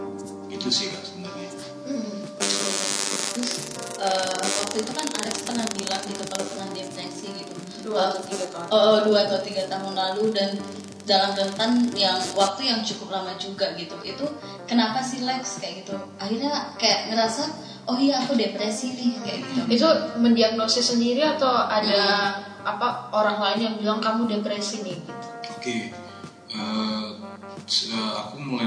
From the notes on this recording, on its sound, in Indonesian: Rekaman podcast ini sedikit trouble secara teknis.